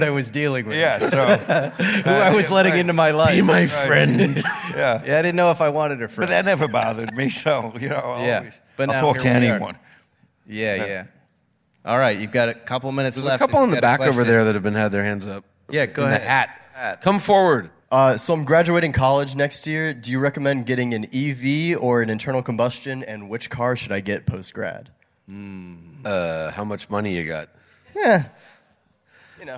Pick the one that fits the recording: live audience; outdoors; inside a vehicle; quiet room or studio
live audience